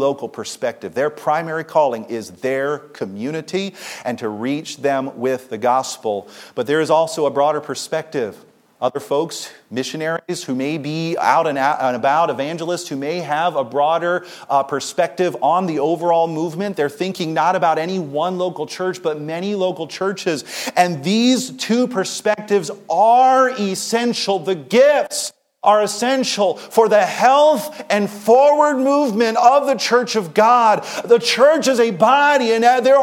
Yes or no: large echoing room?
yes